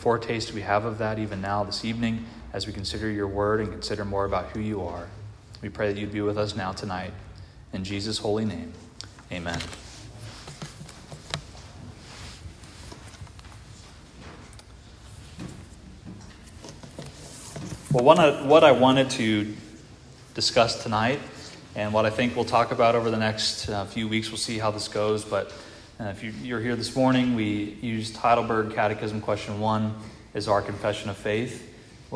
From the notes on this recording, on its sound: This audio is from the evening prayer meeting at Christ the King